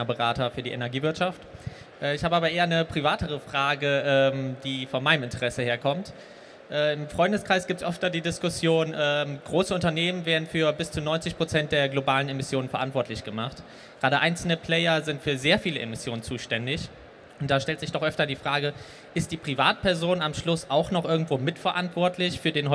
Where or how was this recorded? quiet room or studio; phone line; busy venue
busy venue